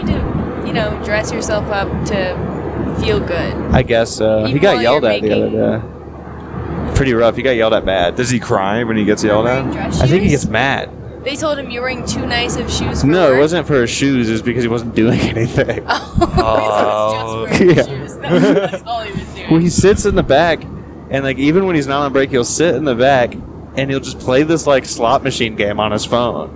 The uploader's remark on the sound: recorded this on the way to Austin